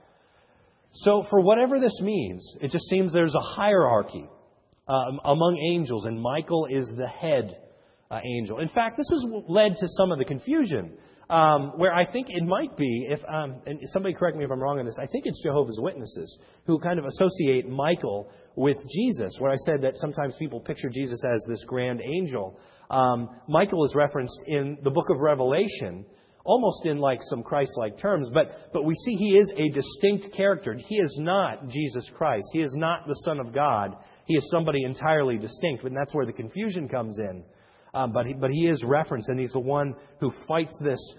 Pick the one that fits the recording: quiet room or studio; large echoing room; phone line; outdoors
large echoing room